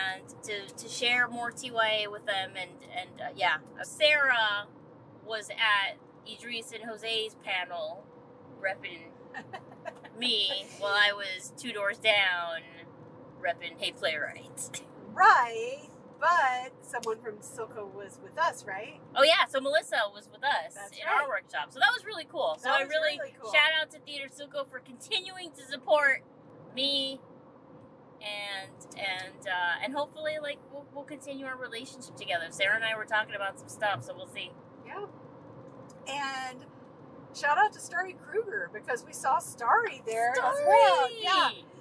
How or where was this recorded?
inside a vehicle